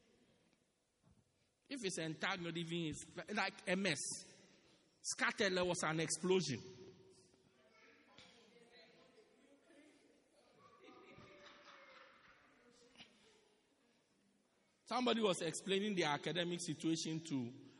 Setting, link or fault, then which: setting, large echoing room